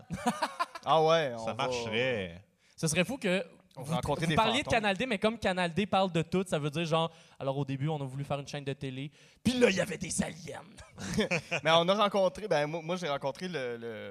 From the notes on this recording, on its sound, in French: Live au FestiPod. Le deuxième épisode live de Sans Présentation arrive au FestiPod. Merci à l'équipe du FestiPod pour la direction audio et vidéo et leur accueil!